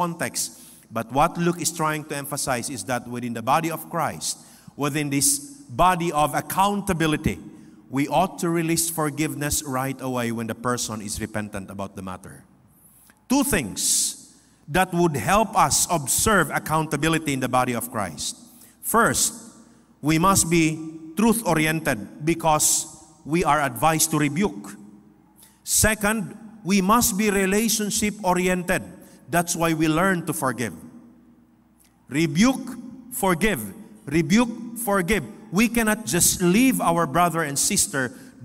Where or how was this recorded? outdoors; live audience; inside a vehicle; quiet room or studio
live audience